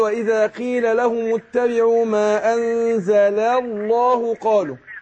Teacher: مفتوح تفخم. فعندنا اللامين اللام الأولى بتاعت أنزل مرققة واطلع منها على اللام المفخمة